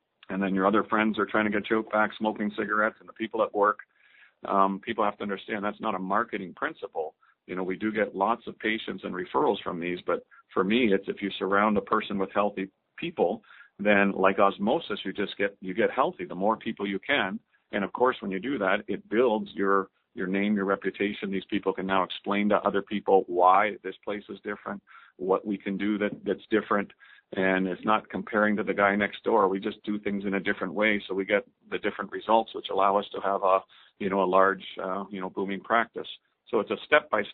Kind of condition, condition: link, phone line